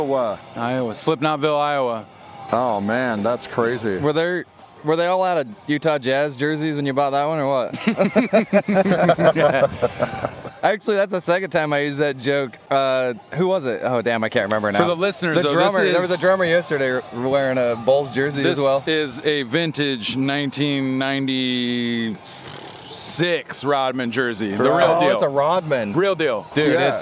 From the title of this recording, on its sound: Live at Aftershock